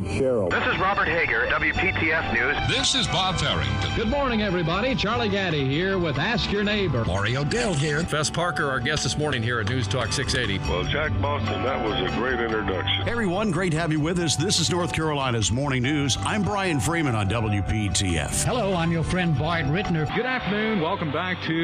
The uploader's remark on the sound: broadcasting live from Campbell Road Nursery.